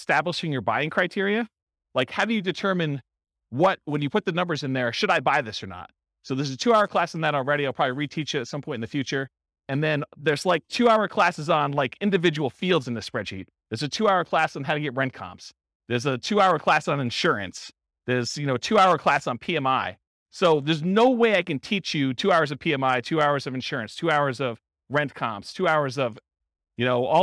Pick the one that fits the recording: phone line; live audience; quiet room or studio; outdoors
live audience